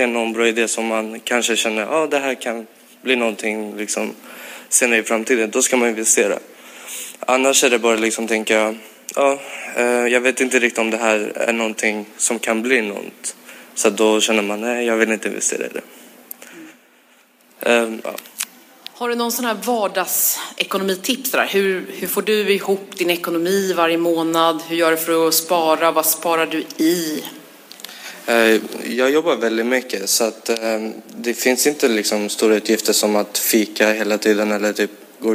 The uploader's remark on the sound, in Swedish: LIVEPODD. Veckans avsnitt är inspelat på Social Media Party och publiken är med och ställer frågor om allt som har med ekonomi att göra.